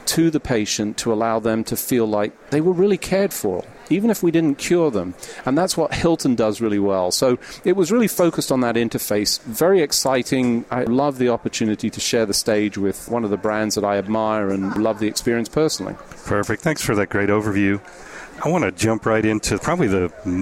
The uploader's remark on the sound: The episodes were broadcast live in Experian Health’s booth (#3503) at the The HIMSS17 Annual Conference and Exhibition. The episodes were broadcast live in Experian Health’s booth (#3503) at the The HIMSS17 Annual Conference and Exhibition.